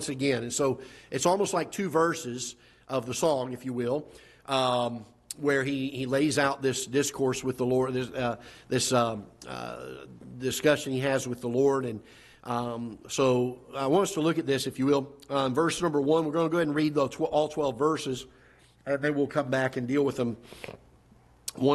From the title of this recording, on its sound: Ketha Heights Baptist Church ~ Live Broadcast